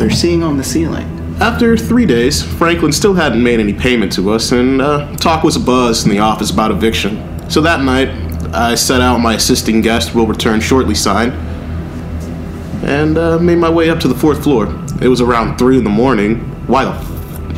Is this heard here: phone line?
no